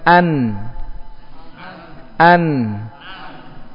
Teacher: bainiyah ini tengah-tengah antara apa? Syiddah dan rokhwah. Dia mengalir, cuma alirannya setengah.